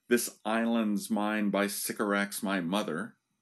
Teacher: lines that are iambic, but with that extra unstressed syllable at the end, the feminine ending